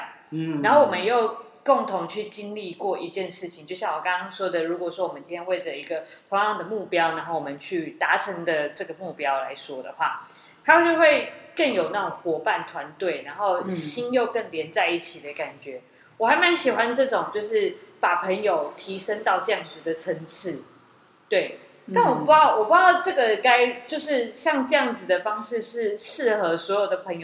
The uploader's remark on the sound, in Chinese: 錄音地點｜ 藍色咖啡館 108台北市萬華區大理街131號